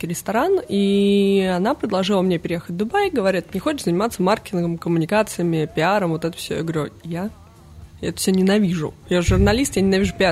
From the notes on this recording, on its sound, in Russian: нашей серии выпусков, записанных на SPBCW 2023